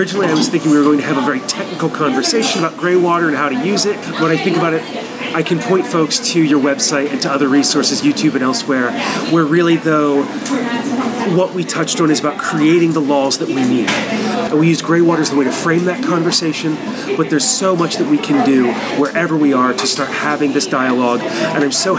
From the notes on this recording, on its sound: a conversation recorded live at a local coffee shop